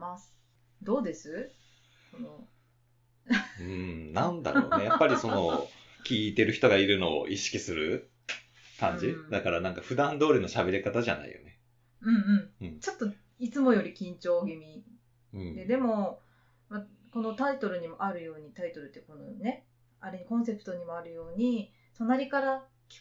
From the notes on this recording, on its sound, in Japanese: ポットキャストを始めるにあたり始めて収録しました。初収録にあたりお聴きづらいと思います。